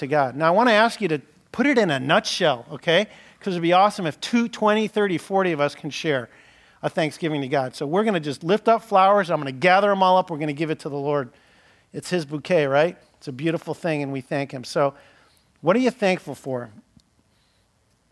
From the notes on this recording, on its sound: (1st Service). Following this sermon is an open mic time where the Cornerstone Church body has an opportunity to share a Praise of Thanksgiving during the each service.